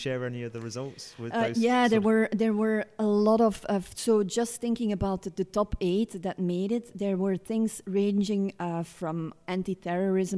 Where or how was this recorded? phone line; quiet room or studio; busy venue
busy venue